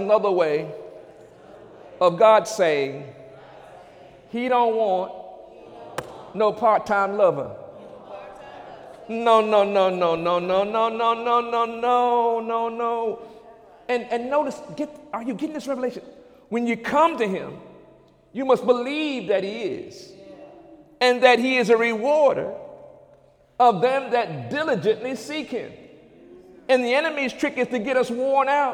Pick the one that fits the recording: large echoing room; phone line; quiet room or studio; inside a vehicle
large echoing room